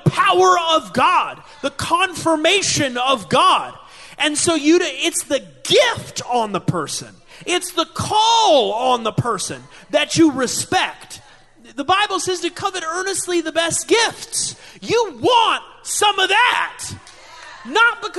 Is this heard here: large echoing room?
yes